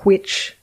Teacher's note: The wine-wine merger? So that WH that is pronounced by some older speakers or speakers of very fancy registers like RP as hw